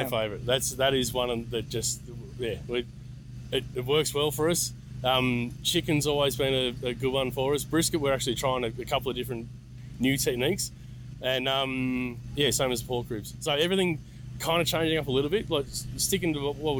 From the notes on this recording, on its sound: Live at the Meat in the Dilly BBQ Festival. Grabbing my video camera and microphone, I headed around the Festival, striking up conversations with some of the most interesting people on the competition BBQ circuit.